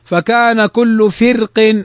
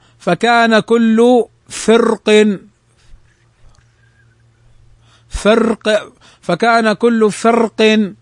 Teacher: يجوز أن نقرأ فكان كل فرق بالكسر بالترقيق، ويجوز أن نقرأ فكان كل فرق فكان كل فرق بالتفخيم